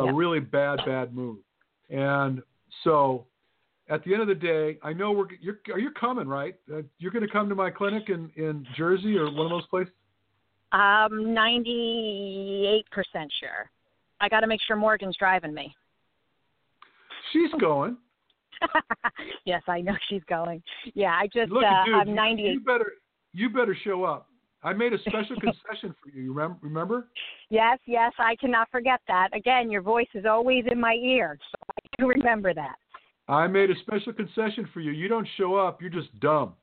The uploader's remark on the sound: LIVE Q-n-A Show. Plan to accept live callers and field questions.